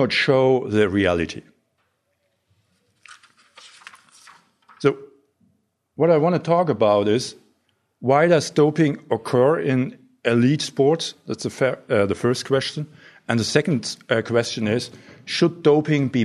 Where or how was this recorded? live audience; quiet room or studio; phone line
live audience